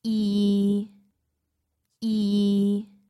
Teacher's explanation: The sixth tone is low and flat, but a bit above the lowest tone, like e, e.